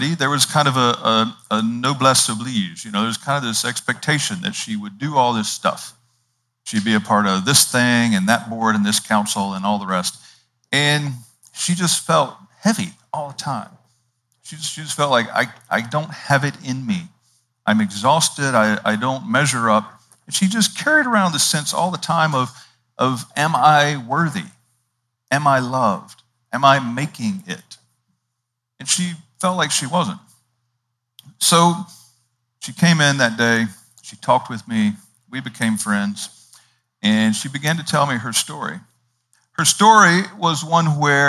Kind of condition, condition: setting, large echoing room